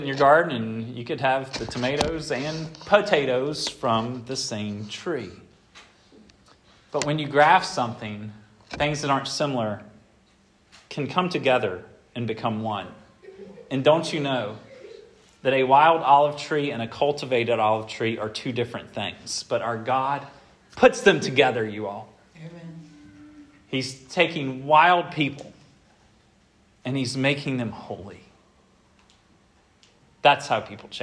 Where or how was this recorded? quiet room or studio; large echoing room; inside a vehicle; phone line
large echoing room